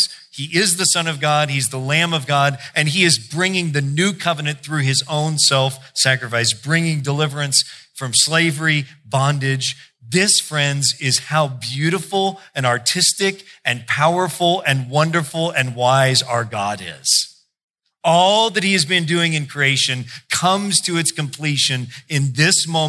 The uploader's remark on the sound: preached in July 2016 at Sojourn J-Town